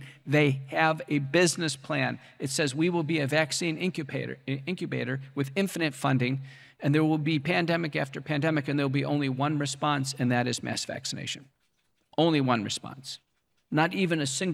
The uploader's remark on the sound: We're replaying a lecture